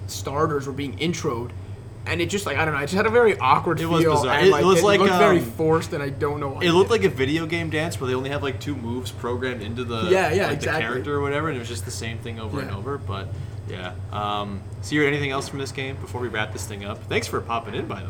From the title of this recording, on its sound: Live! From the Home Opener